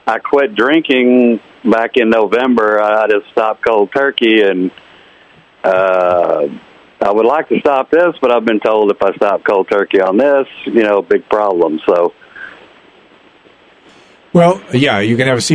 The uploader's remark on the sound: opens up the phone lines this week and takes your listener phone calls